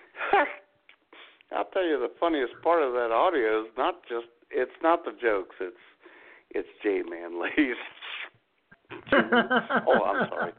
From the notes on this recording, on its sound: The phone lines will be open. For anyone and everyone to call in and share their favorite jokes. Internet radio.